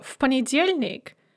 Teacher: because P is voiceless, we devoice V as well, and it's pronounced F